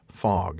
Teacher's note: the vowel O is pronounced as an open or short O, as in English, fog